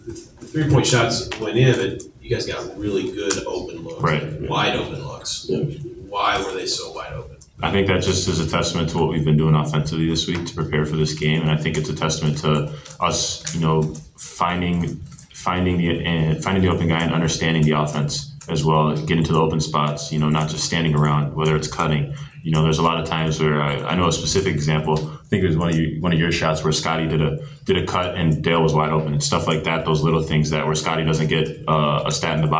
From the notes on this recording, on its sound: Uncut audio primarily from Ohio State press conferences, but also from individual interview sessions.